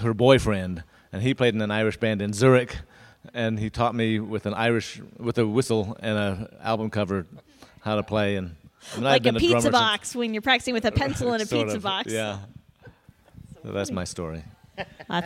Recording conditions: busy venue